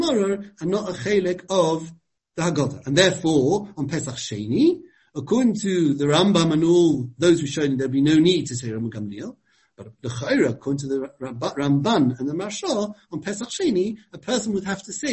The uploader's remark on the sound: given over Zoom